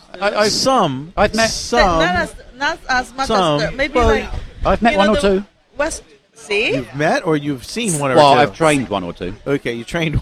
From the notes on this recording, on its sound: BBQ remote show. This episode was recorded from Shantou Lo's BBQ in the Doumen District of Zhuhai.